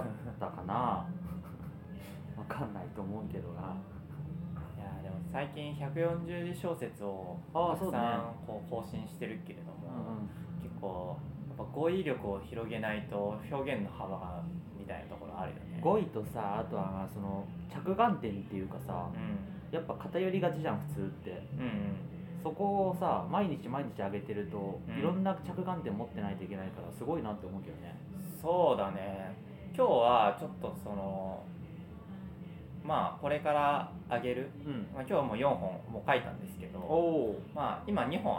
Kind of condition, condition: fault, background noise